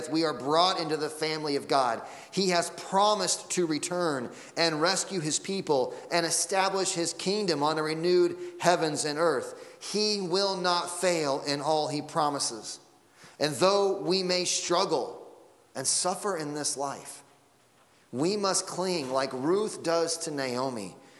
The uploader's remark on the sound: Sunday Morning Sermon Audio